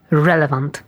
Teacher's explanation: w środku mieć mocne v i kończyć z bezdźwięcznym ty